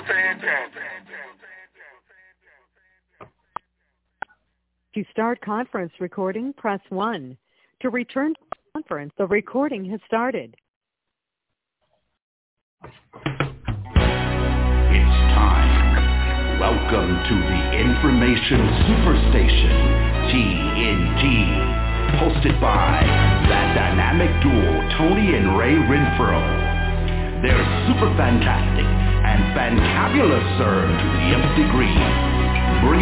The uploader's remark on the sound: TNTSuperfantastic Conference Call